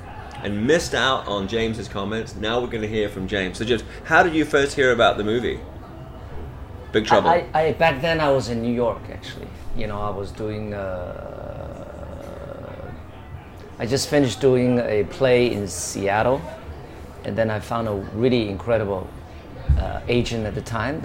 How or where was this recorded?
busy venue